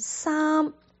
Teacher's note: 衫就是一个闭唇音，记住把你的嘴巴闭起来